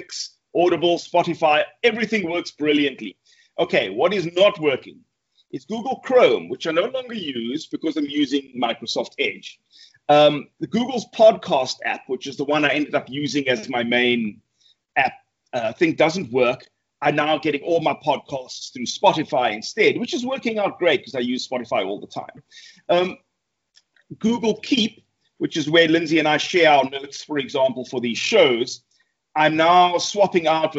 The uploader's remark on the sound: Recorded via Skype